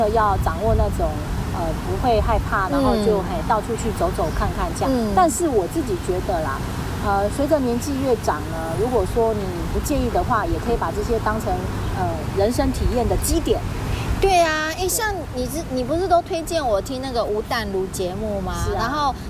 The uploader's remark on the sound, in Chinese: 第3及第4集是普度後在戶外錄音，背景音有很多風聲，請想像是跟著我們一起在公園聊天的感覺吧。